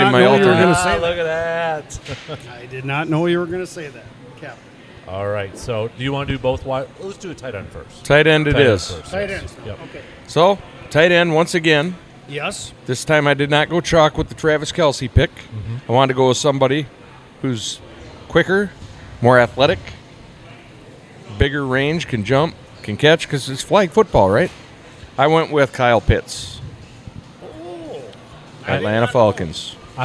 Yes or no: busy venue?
yes